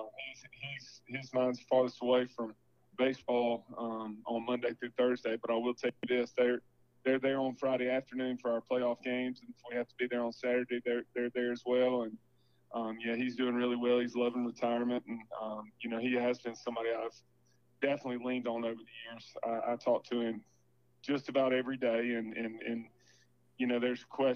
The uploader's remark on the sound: Guest for show by phone